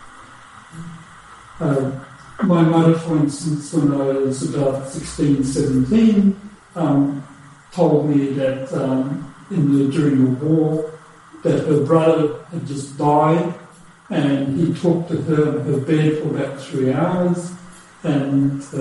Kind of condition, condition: fault, poor sound quality